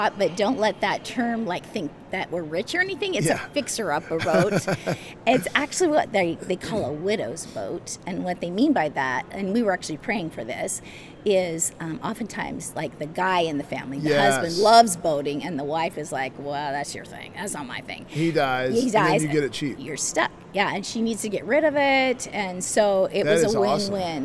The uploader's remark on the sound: LIVE from CPE 2022!